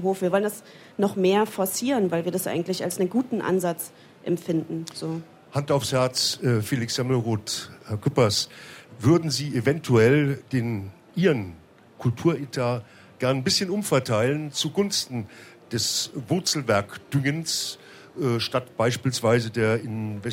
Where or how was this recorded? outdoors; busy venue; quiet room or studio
busy venue